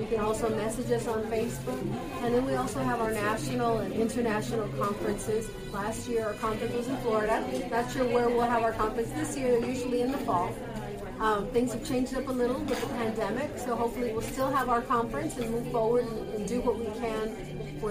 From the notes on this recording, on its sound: Please excuse the background noise. This is the only place we could meet.